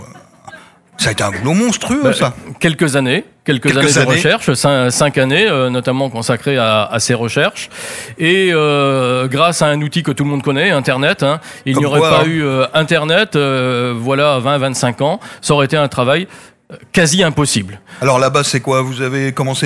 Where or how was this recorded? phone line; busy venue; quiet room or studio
busy venue